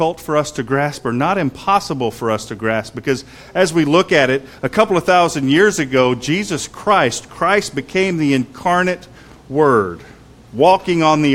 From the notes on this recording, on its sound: Sermon was preached on Pentecost Sunday at Christ Fellowship UMC in San Antonio, TX.